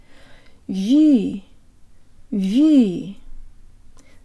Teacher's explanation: The V is soft and has a hint of a Y sound built into it.